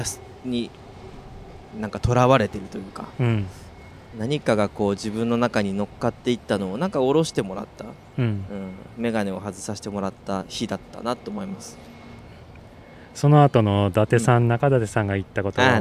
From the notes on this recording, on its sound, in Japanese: 春の日差しが暖かな公園での収録も後編です。